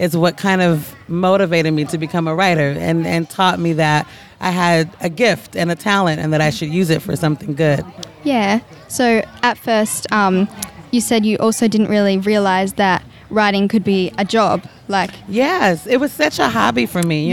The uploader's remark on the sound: Scribblers Festival 2019. These are recordings from our Conversation Caravan over the Family Weekend.